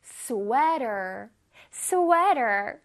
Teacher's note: 자, S 부분에서 소리를 내주고요. W-E-A를 길게 내줄 거야. Sweat. 그 다음에 T-E-R는 약하게 ter.